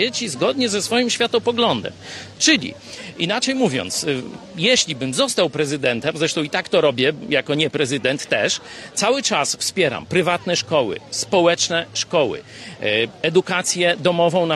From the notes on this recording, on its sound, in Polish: przeprowadzony na Placu Litewskim w Lublinie